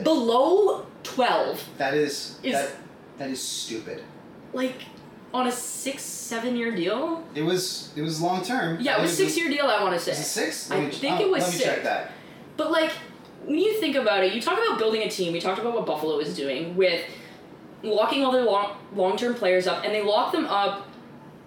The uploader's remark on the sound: Apologies for the bad audio on this episode, we had some hiccups with the new microphones